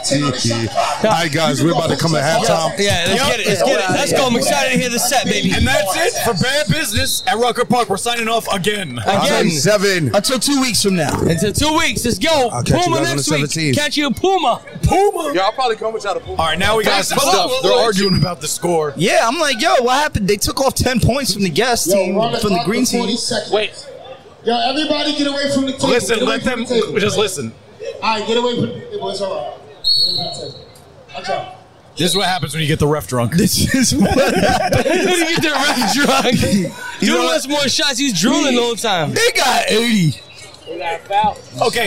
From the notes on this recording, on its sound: Live from Rucker Park on 8/3/23!